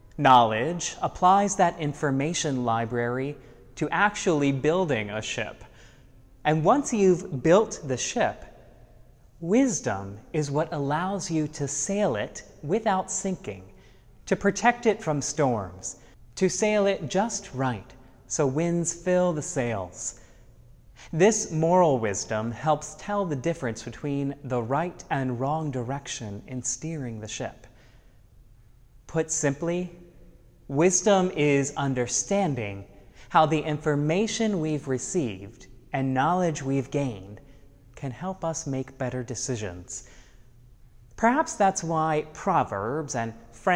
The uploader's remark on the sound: Sermons from Old South Church in Boston